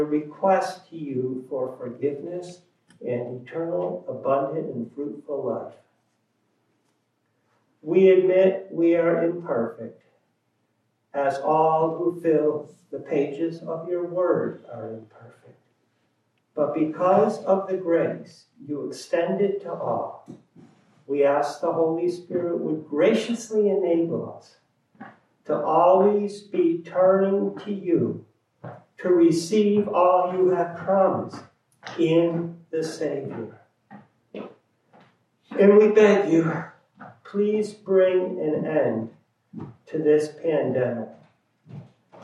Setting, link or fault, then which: setting, large echoing room